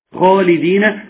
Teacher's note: خالدين في الدرجه الاولى لانها خاء بعدها الف فتكون في الدرجه الاولى · Term: تفخيم الخاء